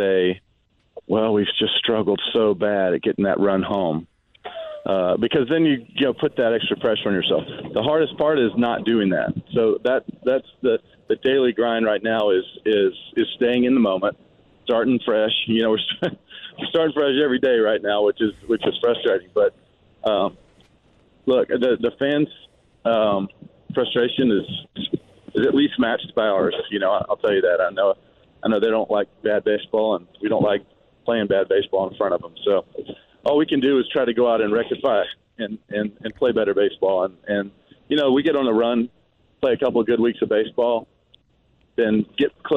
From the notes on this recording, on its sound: live a course in Texas